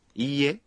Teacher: Na palavra iie, a pronúncia da vogal i é prolongada.